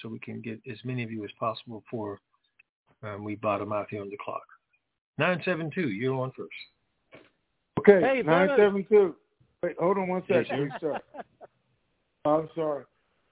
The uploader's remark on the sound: TNTSuperfantastic Conference Call